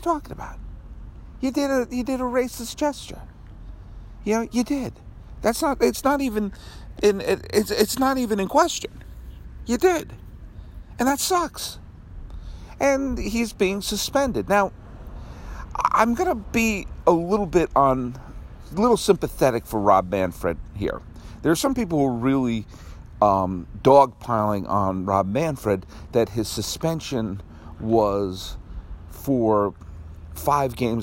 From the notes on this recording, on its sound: Outside Dodger Stadium.